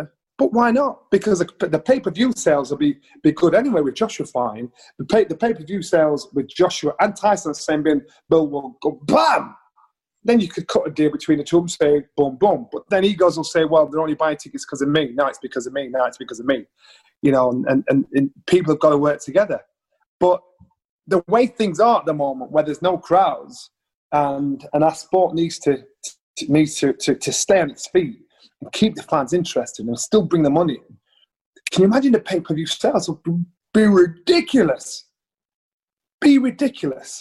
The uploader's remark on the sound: via Zoom